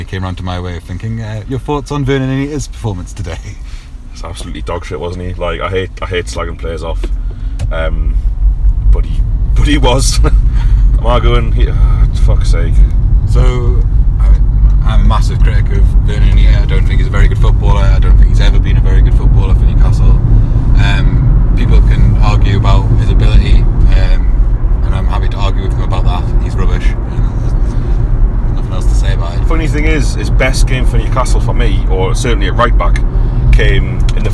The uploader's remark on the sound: Talk to you from the car on the way back from Birmingham.